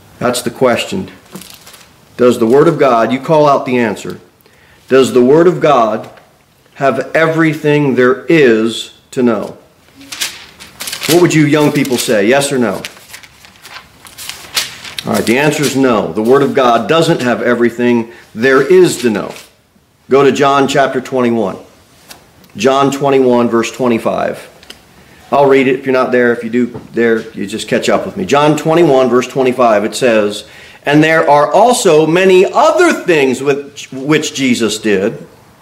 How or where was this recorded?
large echoing room